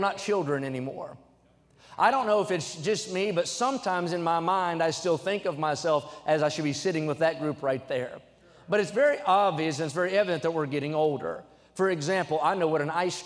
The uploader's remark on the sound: During the Sunday Evening service. At North Valley Baptist Church in Santa Clara, California.